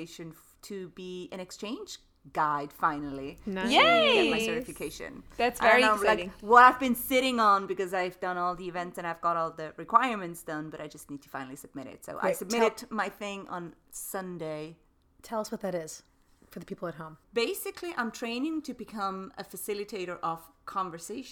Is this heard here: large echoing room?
no